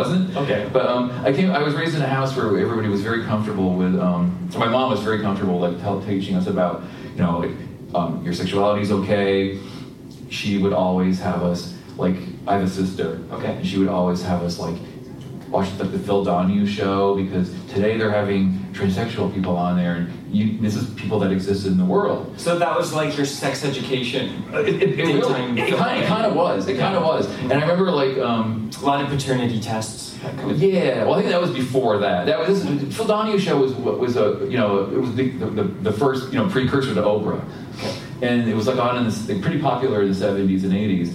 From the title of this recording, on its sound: Live at Toronto Comicon!